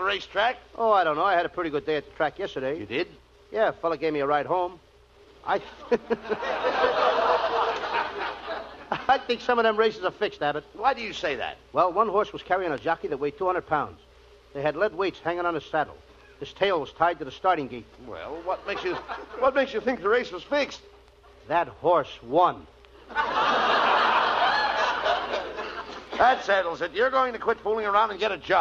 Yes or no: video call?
no